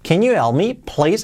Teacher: como lo he dicho ahora, que la H de help, Casi la he omitido.